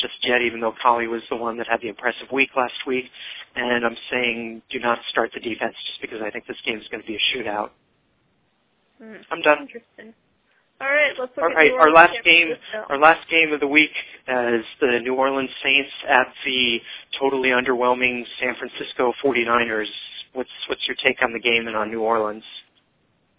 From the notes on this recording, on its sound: fan interaction via phone